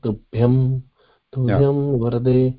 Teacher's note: Where the there is no part of lips there, in the, whereas in the pronouncing ma, even half ma, the lips are used, whereas tubhyam varade, actually the anuswara shastra says that anuswara, to pronounce anuswara, the entire breath has to go to the nose, nasal passage only. Mouth should not be used.